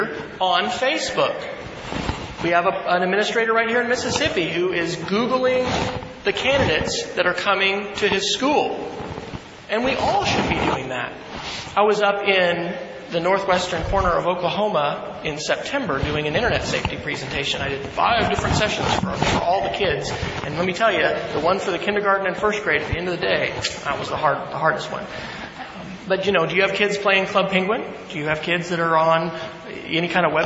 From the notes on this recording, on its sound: keynote address at the Mississippi Educational Computing Association's annual conference on February 8, 2011